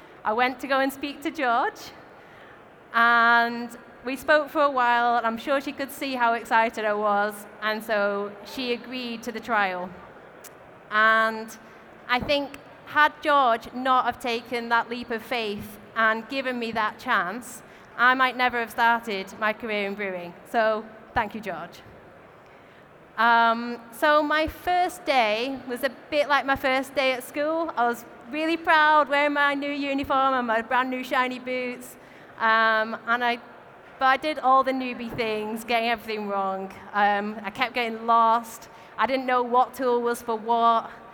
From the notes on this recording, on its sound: recorded at our Brewers Congress in London